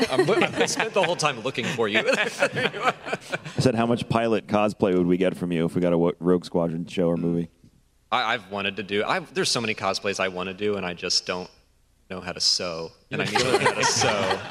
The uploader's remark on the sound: Live from GCX. Gaming Community Expo.